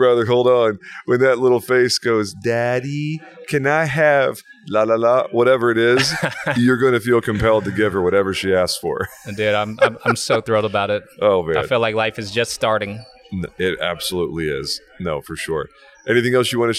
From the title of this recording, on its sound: Live from the Better Conference